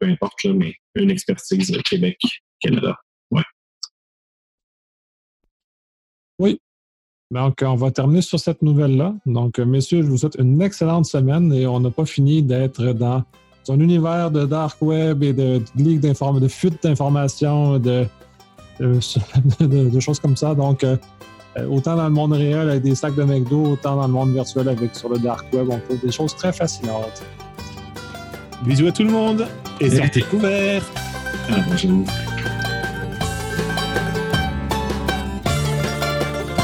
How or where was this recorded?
video call